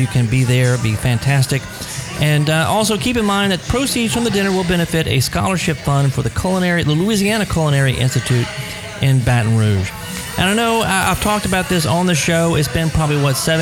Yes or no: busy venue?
yes